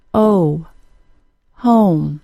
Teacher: It begins with the tongue low in the mouth, then transitions to a sound very similar to a W sound. This means that the tongue rises in the back at the same time as the lips are made into a slight circle. · Term: long O